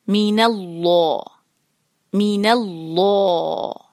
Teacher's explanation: پھر ہے نون پہ ہے فتحہ اور اس کے آگے آ رہا ہے اللہ، تو اب ہم یہاں پہ جو اللہ سبحانہ تعالیٰ کے نام کا جو لام ہے اس کو ہم بھاری کریں گے، دونوں لام بھاری ہوں گے کیونکہ شدہ ہے، اس کا مطلب ہے کہ یہاں پہ دو لام ہے اور دونوں کو ہم ہیوی کریں گے.